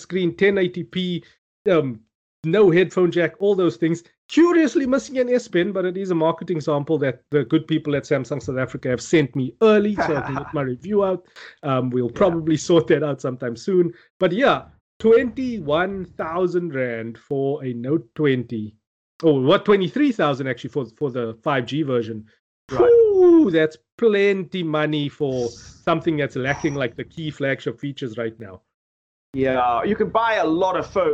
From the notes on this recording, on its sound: Recorded via Skype